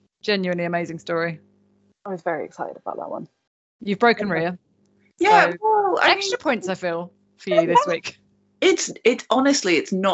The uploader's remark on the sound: This episode was recorded using Microsoft Teams as we were experimenting with recording during our continued lockdown.